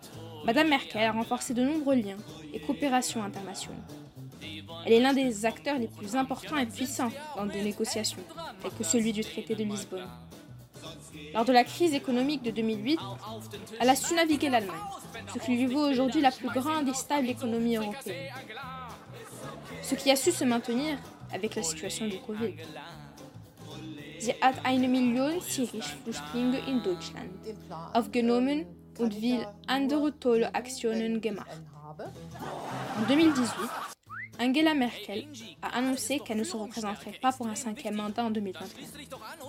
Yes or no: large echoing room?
no